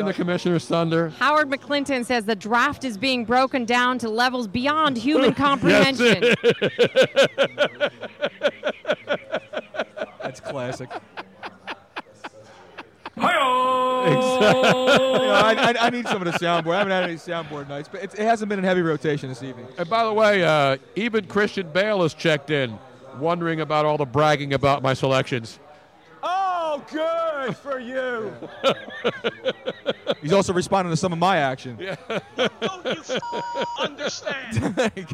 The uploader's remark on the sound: We were LIVE from the #NFLDraft2017 Philadelphia for 6 HOURS. LIVE from the Draft Headquarters in Philadelphia.